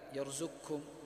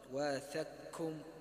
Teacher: تذهب القاف وتذهب كذلك صفتها، صفة الاستعلاء · Term: إدغام كامل